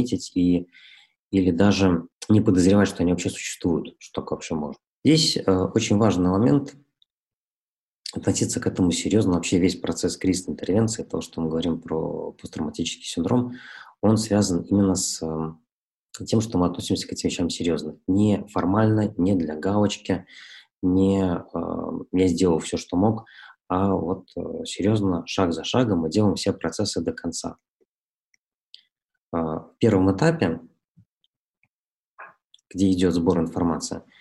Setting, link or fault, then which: link, video call